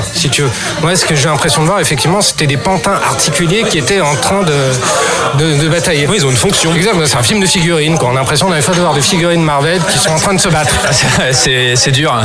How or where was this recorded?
busy venue